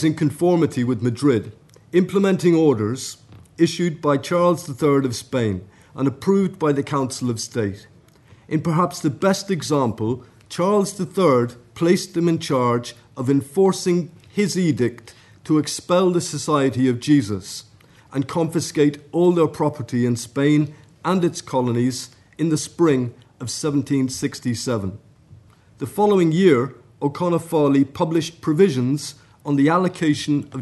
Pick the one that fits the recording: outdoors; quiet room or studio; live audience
live audience